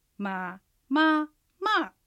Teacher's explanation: 三声、一声、四声の組み合わせになります。